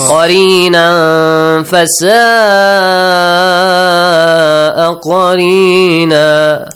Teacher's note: Nasal sound, and also prolong it for two counts.